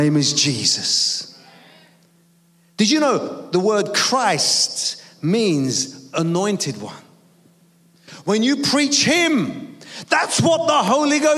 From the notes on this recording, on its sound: preaching at a Church in Thailand